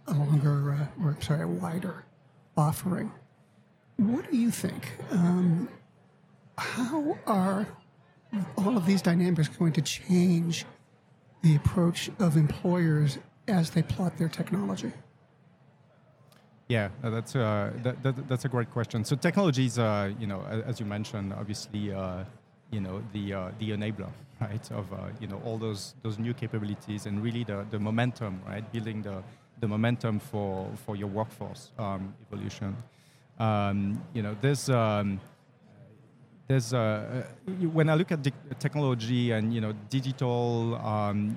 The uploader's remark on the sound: Live at the HR tech 2022 conference